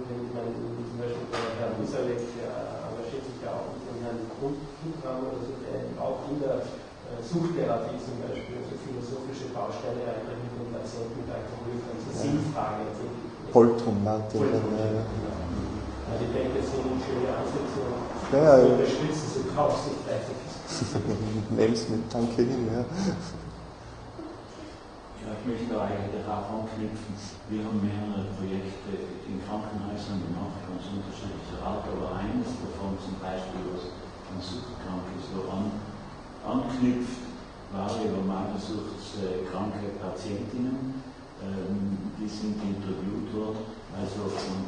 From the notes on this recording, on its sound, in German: Diskussion zum Vortrag.